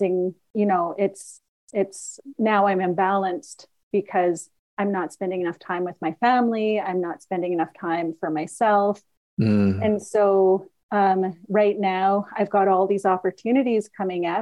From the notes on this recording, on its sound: Recorded 1.17.2023 in Raleigh, NC and Kamloops, BC on Zoom